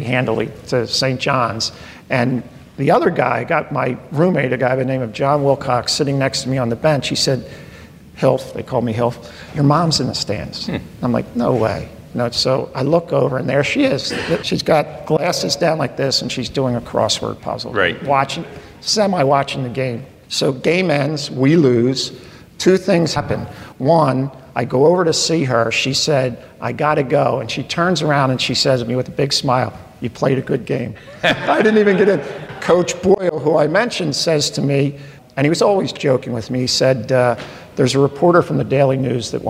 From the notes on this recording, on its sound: In front of a live studio audience at their spacious and welcoming facility known as Independence LIVE.